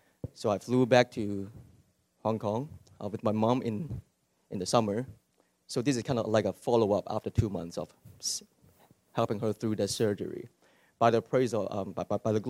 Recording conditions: large echoing room